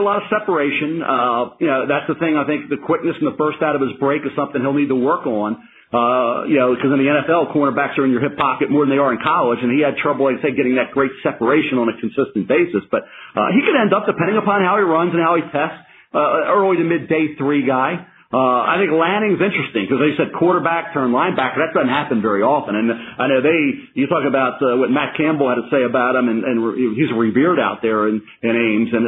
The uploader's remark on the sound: NFL Draft Conference Call.